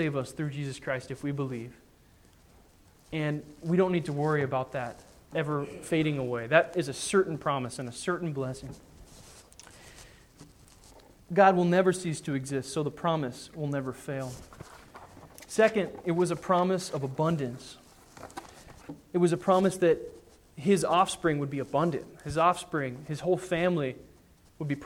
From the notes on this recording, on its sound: Sermon preached on Sunday, January 3, 2010 at the Church of the Good Shepherd in Glendora.